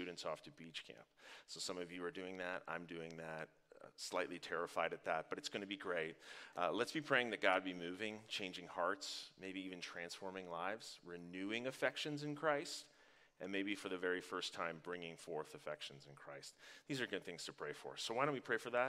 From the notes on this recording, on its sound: Live from our Dripping Springs Campus!